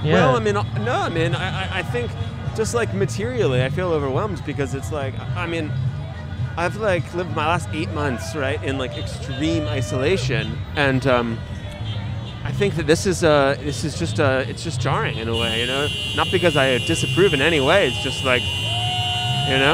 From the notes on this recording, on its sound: Recorded on Sunset Blvd in Silver Lake, Los Angeles.